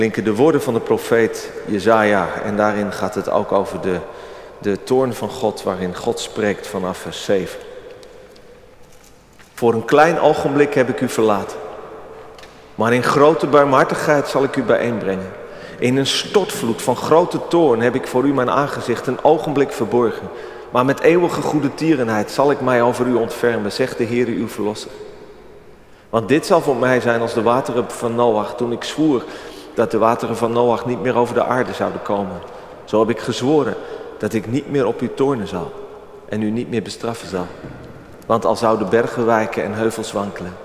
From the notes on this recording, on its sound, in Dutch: Opgenomen op 30 april 2023 in de Noorderkerk te Amsterdam.